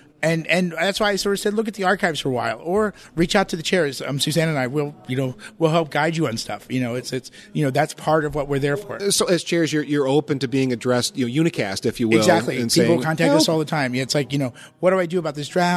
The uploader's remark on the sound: This podcast was recorded on site at the IETF 98 conference in Chicago. This week’s Priority Queue was recorded on site at IETF 98 in Chicago. This podcast was recorded on site at the IETF 98 conference in Chicago.